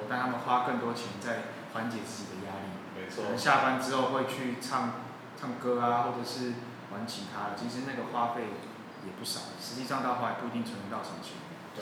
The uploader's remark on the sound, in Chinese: 錄音以及內容問題前面幾集還在試錄跟摸索，請大家多多見諒喔